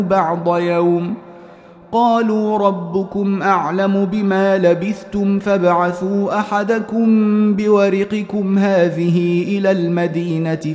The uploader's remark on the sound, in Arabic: مسجل من صلاة التراويح بمسجد السلام بحي مشرفة بجدة